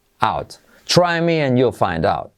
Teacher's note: Y la T de out casi no se dice.